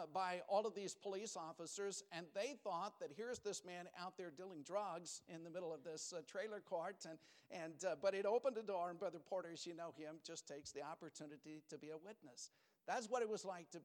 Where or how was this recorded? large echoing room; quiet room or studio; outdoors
large echoing room